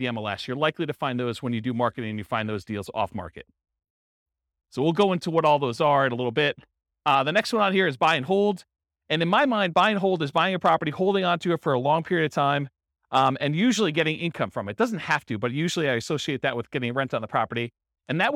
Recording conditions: live audience